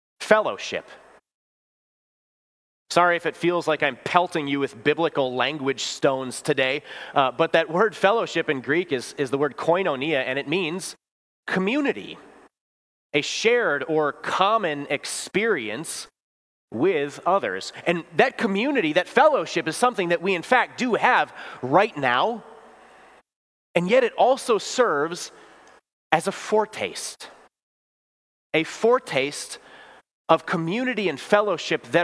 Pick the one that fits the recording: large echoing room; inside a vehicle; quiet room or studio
large echoing room